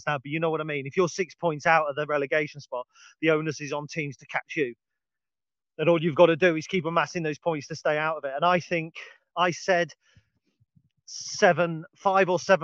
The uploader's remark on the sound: Recorded on the dog walk. This is filmed outside and on video, so the sound quality may differ from the usual podcast.